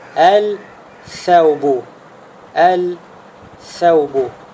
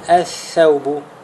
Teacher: то эти буквы удваиваются по причине того, что лям входит в них · Shown in: second take · Term: хуруф шамсия